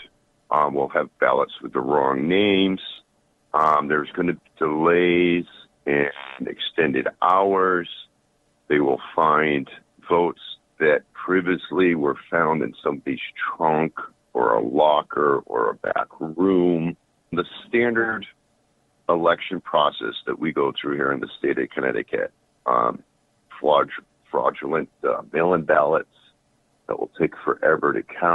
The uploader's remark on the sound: We play RANTS - and take phone calls.